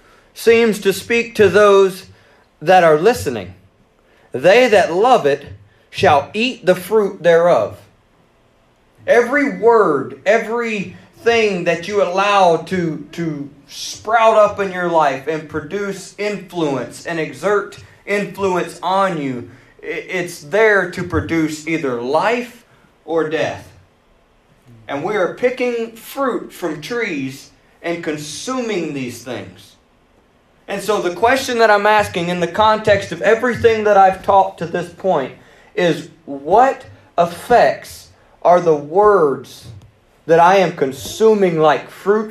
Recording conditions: large echoing room